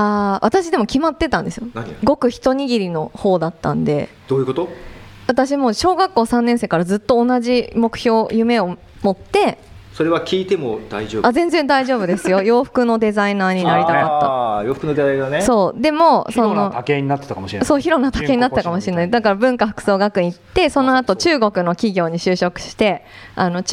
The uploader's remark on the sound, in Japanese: 初の公開収録、初のライブ配信。